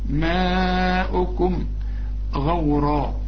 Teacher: ماؤكم، أو ده مد واجب بقى، المد والهمزة في كلمة واحدة، ماؤكم غورا، الغين مفخمة، الراء كمان مفخمة